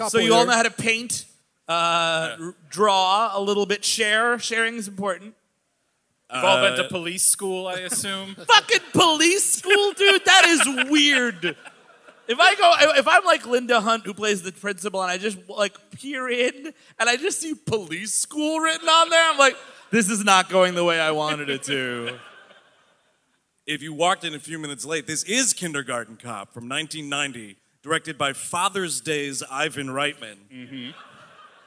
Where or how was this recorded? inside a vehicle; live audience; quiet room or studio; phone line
live audience